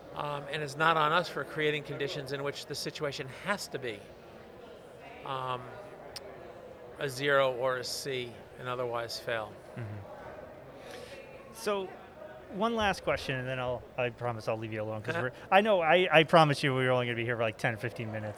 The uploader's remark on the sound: From the GBMP Northeast Lean Conference!